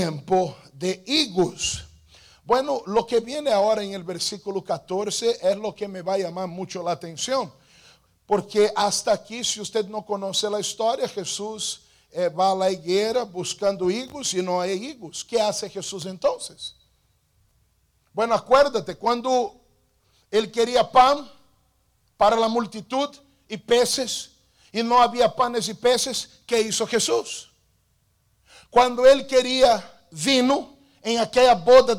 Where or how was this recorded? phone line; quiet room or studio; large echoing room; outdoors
large echoing room